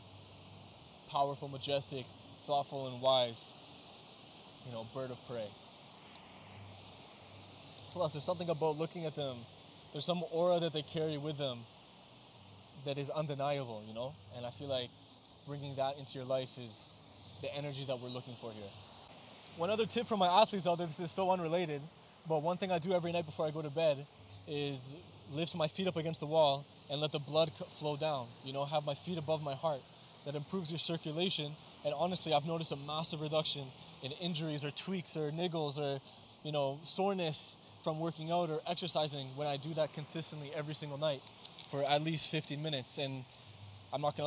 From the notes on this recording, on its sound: I recorded an episode on the beach when I was in Portugal during the summer of 2023, I originally wasn't intending to release it because some of the audio didn't turn out great (this is why you don't record episodes on a beach I guess)